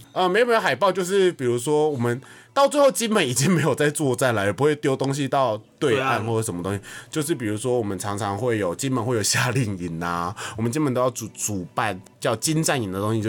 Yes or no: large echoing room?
no